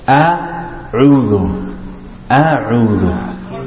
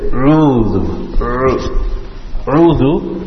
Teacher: The Hamza has to come from the bottom of the throat. · Shown in: first take